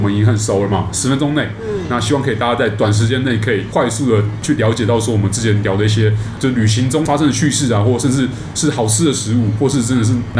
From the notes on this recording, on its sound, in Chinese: 本集白噪音指數：蚊風級 1/5。錄音地點： Wine Café。